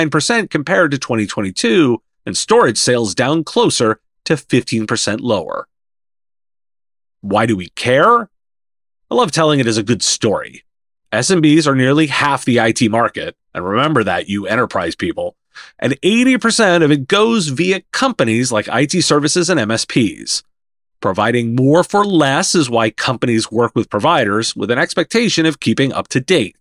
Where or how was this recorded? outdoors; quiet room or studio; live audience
quiet room or studio